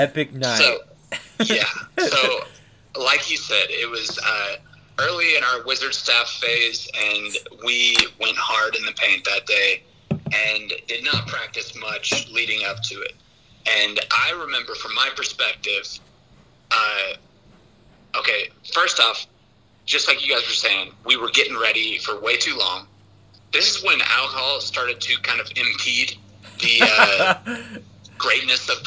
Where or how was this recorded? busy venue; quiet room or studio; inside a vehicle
inside a vehicle